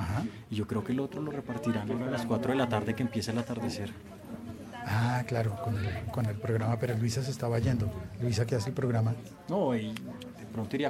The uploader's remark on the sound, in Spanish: Podcast grabado en directo en el cumpleaños 77 de la radio pública en Colombia.